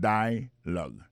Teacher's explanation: l'accent tonique là tombe sous premier syllabe là